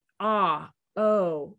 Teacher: ah and o, those are back vowels. And if you say them, ah, oh, you can see your mouth is open, more open and larger.